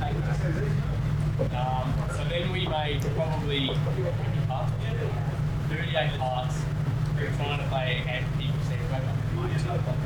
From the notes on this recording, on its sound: LIVE Grand Final Special from AFL Footy Festival. This was a bonus episode we recorded LIVE at the AFL Footy Festival.